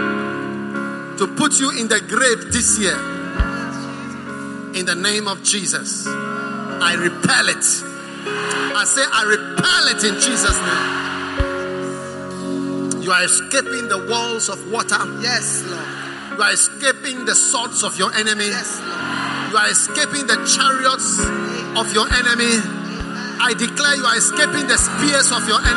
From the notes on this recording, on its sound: Preached at the First Love Center, Accra.